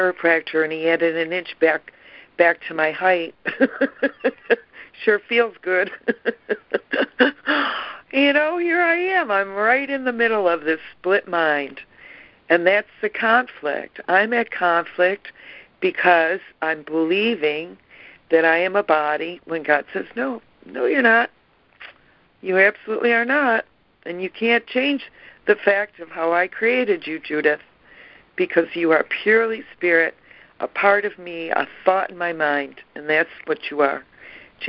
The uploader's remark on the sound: ACIM Daily Conference Call.